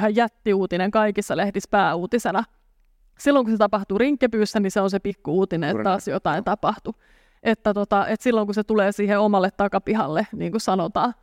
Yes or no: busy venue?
yes